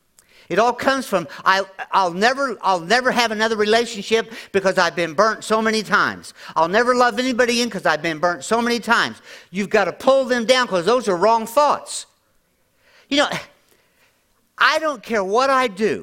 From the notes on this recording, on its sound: At Grace Church in Chester Illinois.